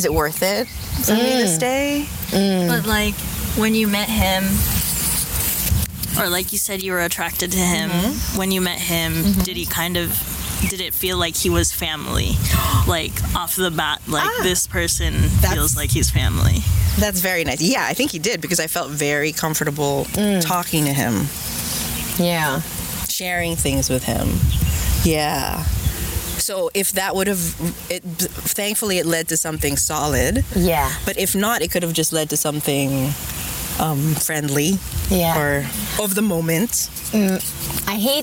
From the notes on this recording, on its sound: Strolling through The Huntington Library and Botanical Gardens, they pause to record a bit